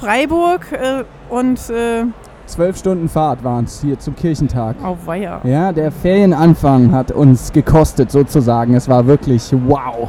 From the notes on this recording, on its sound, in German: live vom evangelischen Kirchentag 2017 in Berlin